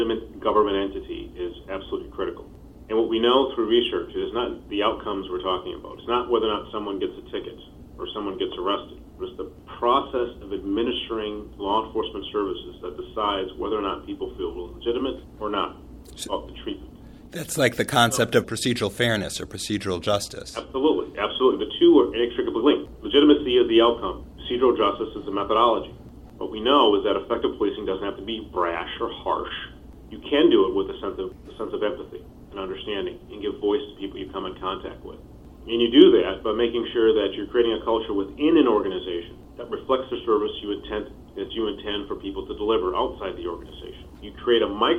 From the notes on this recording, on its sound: On the phone with me today